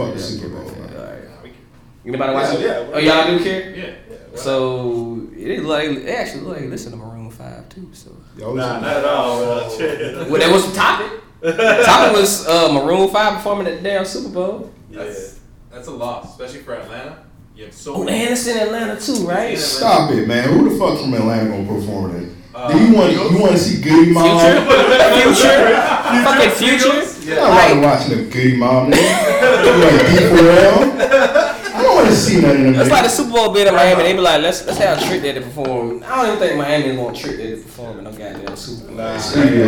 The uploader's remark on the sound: LIVE FROM MIAMI. We go live for the first time at FilmGate Miami in front of a crowd. We interact with our amazing audience.